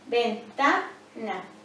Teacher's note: Ta es la sílaba más fuerte. Por lo tanto, a esa sílaba la llamaremos sílaba tónica. Las demás sílabas serán átonas.